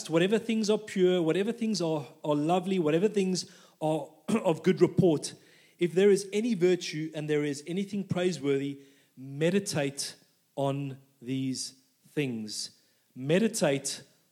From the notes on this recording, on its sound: This message was recorded live at our Malmö Gathering on Sunday, September 3rd, 2023.